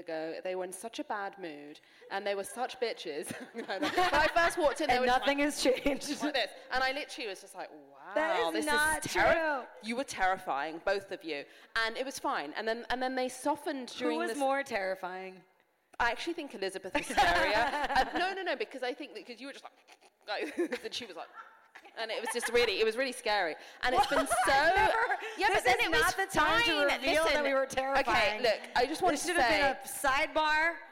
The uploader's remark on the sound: Join the packed crowd. Special episode recorded live at Wanderlust Hollywood!